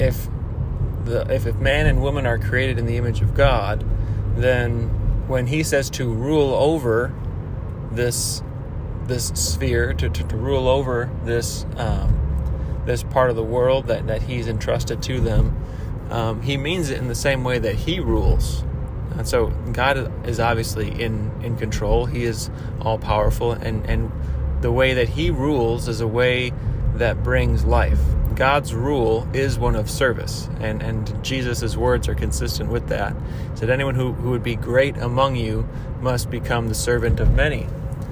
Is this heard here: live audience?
no